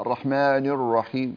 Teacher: أنت خليت الكسرة كأنها مشوبة بالضم، يعني الرحمن الرحيم كده، يعني كأنها رحمانه يعني.